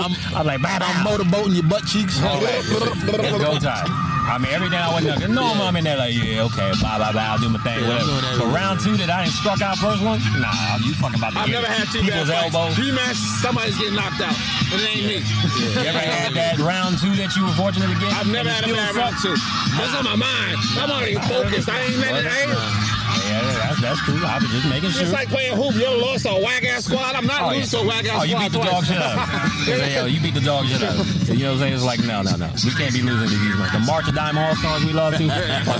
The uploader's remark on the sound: On Location In Mission Beach California